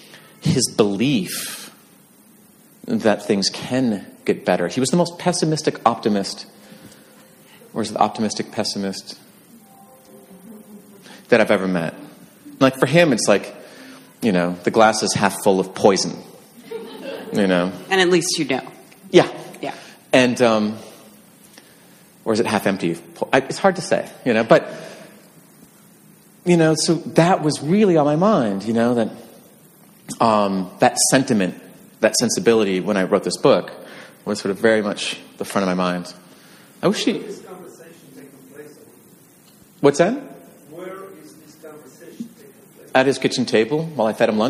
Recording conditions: live audience